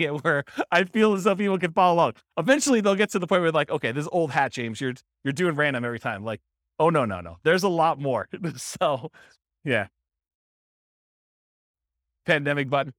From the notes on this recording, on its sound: This was a live class recorded.